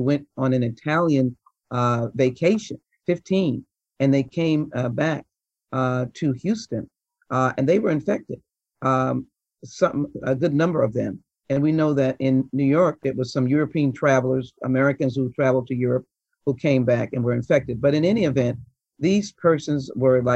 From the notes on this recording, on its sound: In case you missed it, The Buzz presents a virtual keynote from ACT-IAC's 2021 Health Innovation Summit.